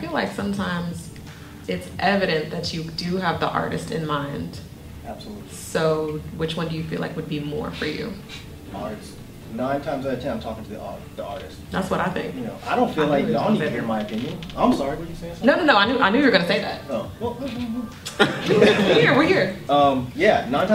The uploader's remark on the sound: DEHH Live Panel Discussion